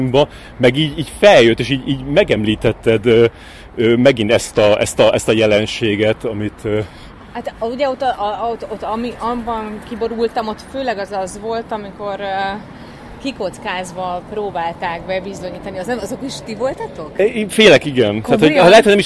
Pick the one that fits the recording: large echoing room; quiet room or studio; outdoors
outdoors